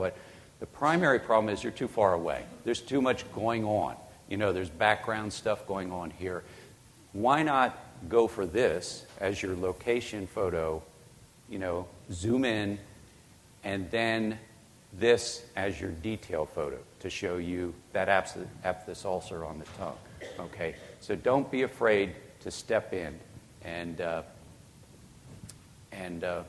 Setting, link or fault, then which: setting, large echoing room